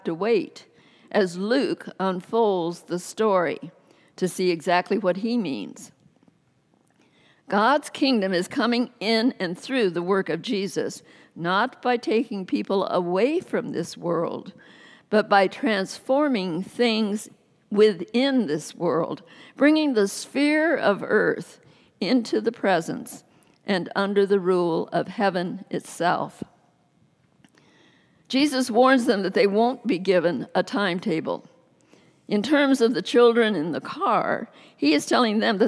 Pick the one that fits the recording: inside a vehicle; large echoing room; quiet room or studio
large echoing room